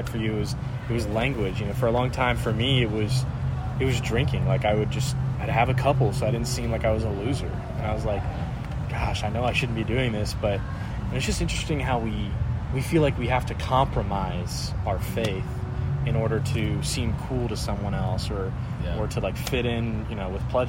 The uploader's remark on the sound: Apologies for some of the background noise.